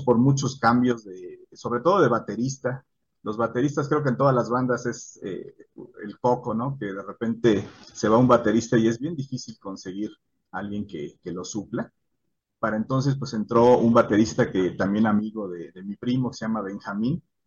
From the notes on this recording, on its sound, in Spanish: Charlamos via zoom